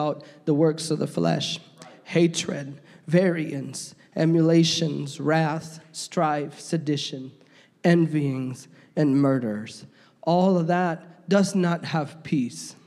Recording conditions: large echoing room